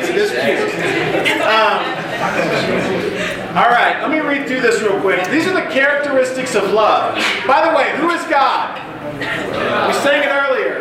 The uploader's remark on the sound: Audio from West Coast Rush 2016 – a retreat for college students and young adults held annually in the Los Angeles area.